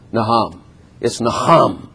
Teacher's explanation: Well, actually, nacham is like N-A-C-H, because it has a ch to it. It has a guttural. And so it's not, you know, it's not aspirated. It's not soft.